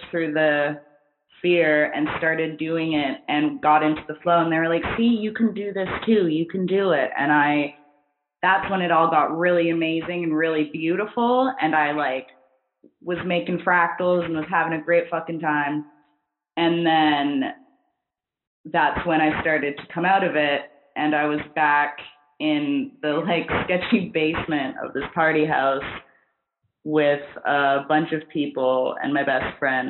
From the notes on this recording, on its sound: Pardon the audio, this was recorded BEFORE we got our new mic setups.